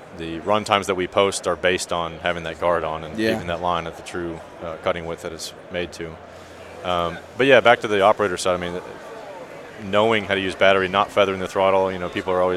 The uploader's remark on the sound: Live At The Equip Expo 2022